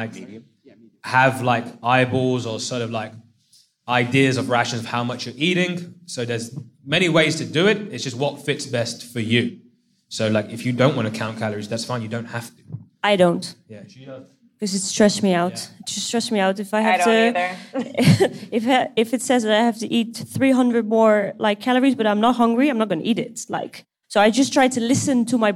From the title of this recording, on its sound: Live From AUK! Q&A With The Students!